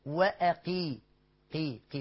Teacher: القاف مفخمة مكسورة يعني بأقل درجات التفخيم · Term: التفخيم النسبي